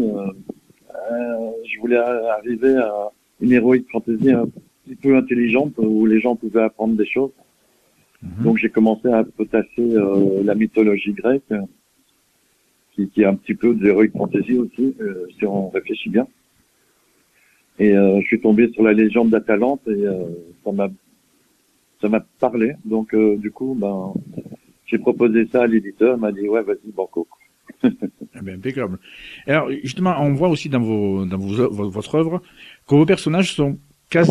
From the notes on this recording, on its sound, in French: Reçoit par téléphone.